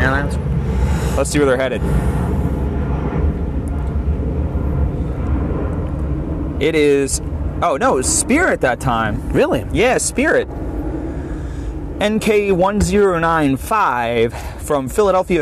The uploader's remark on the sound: We are on location at the end of the runway at the Philadelphia international airport.